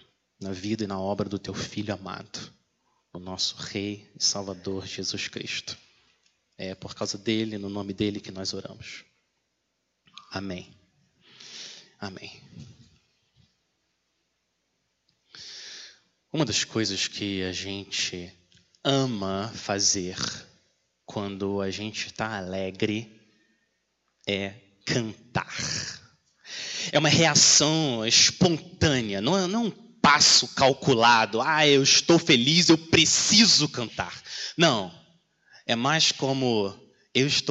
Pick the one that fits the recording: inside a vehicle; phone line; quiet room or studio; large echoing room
large echoing room